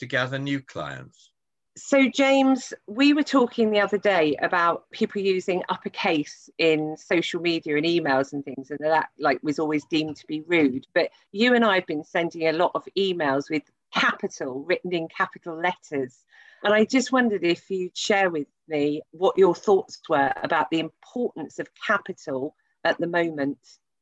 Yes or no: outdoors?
no